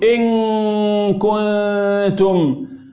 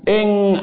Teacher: إن مفيش التصاق بقى اللسان الأصل بالثنايا · Term: إخفاء حقيقي